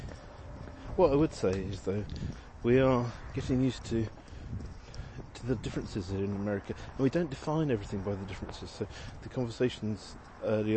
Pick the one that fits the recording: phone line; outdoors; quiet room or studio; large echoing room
outdoors